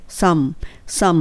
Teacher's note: サムデイにしないようにムーにしちゃうと本当カタカナ英語に急になっちゃうので、サム、サムっていうふうに唇を中にムの時入れ込んでしまいます。someday なので、はっきりとムって聞こえないはずなんですよ。入れちゃうから someday ですね。I wanna buy a house. I wanna buy a house